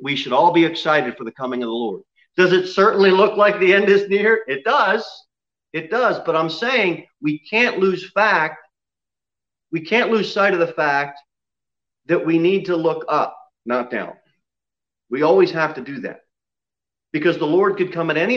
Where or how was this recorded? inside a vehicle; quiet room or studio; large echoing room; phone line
large echoing room